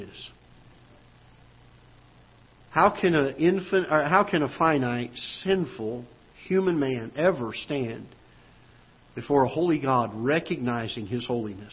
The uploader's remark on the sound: Ketha Heights Baptist Church ~ Live Broadcast